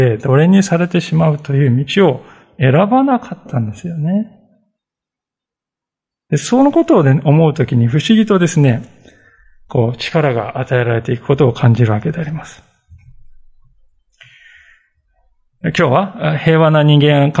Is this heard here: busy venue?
no